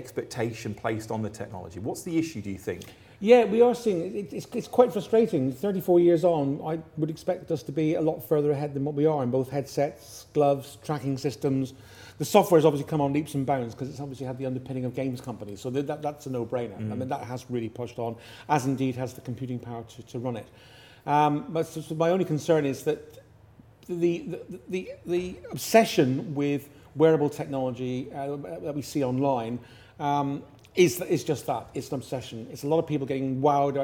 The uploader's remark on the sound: at the Medifest Plymouth Conference